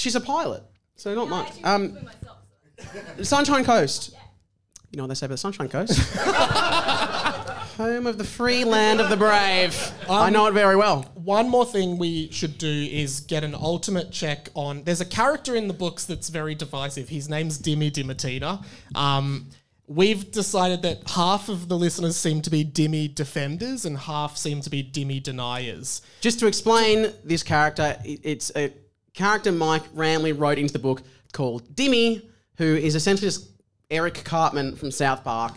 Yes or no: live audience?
yes